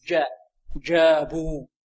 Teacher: فلا بد من إخراج الجيم من وسط اللسان مع انحباس في الصوت